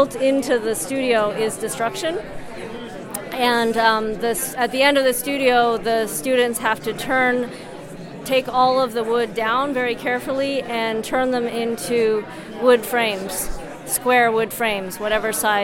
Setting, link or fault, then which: setting, busy venue